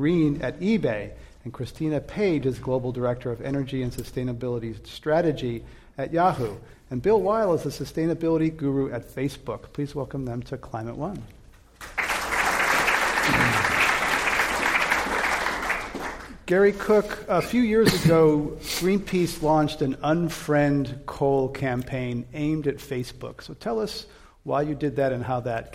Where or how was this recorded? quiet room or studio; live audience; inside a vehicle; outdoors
live audience